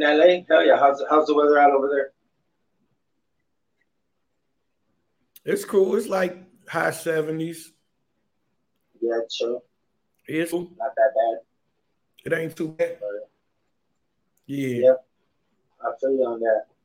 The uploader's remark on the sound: The connection was bad so sorry for the sound and the lagging